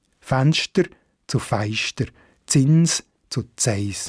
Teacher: dass ein N vor einem S oder vor einem F zu einem Vokal wird · Term: Staubsche Gesetz